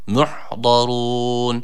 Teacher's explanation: dat harfi, yine burada kalın okunması gereken bir harf. A sesi veriyoruz. Dilimizin sağ veya sol kenarını üst azı dişlere vurdurarak çıkartmış olduğumuz dat harfi.